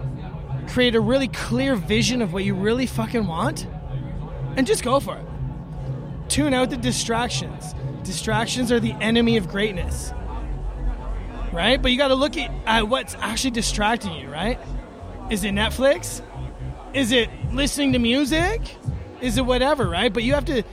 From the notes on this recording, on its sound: Recorded backstage at The Manor Stage at Astral Harvest 2018.